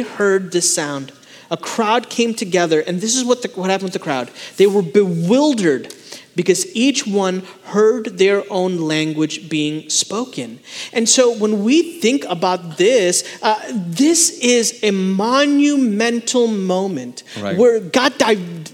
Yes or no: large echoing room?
yes